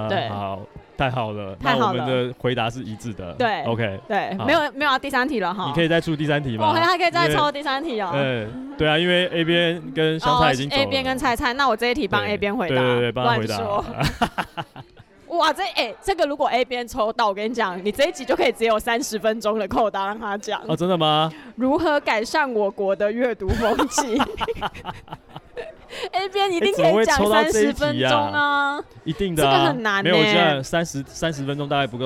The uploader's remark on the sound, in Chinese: Live Podcast：出版人小聚十二月現場